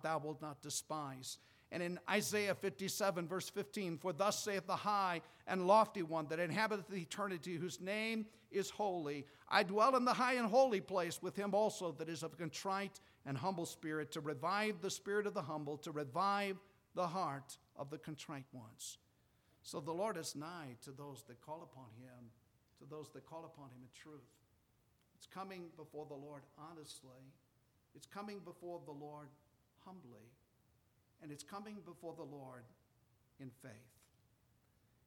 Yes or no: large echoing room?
yes